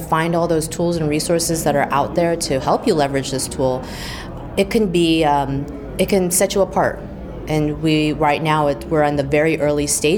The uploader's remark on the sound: we're in the field, gathering the thoughts and insights from the marketers we spoke with at Neocon